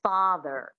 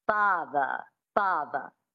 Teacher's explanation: in this accent, the transatlantic accent, you drop the R and you make it a schwa · Shown in: second take · which is a phonetic symbol for an unstressed syllable, like a primitive grunt.